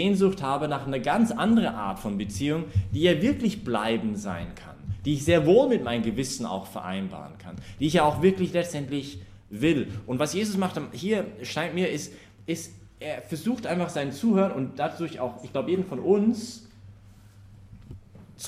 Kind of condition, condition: setting, large echoing room